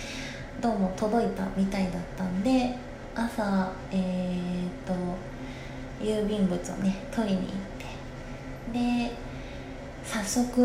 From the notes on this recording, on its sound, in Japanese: お風呂から収録したので換気扇の音がうるさかったらごめんなさい